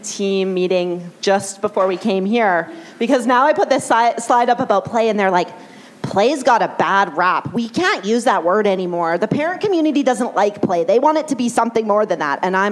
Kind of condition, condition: setting, live audience